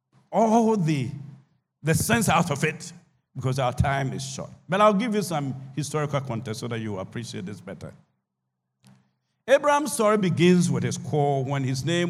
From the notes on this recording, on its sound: Sermon preached at CBC Shiashie Campus